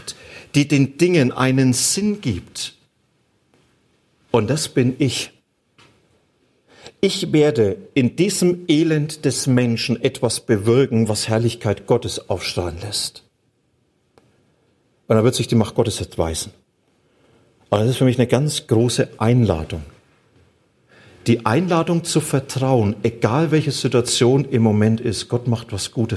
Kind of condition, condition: setting, large echoing room